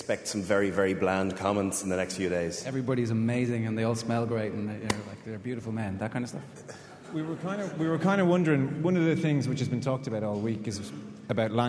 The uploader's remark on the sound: Previewing Ireland v England live at The Mansion House.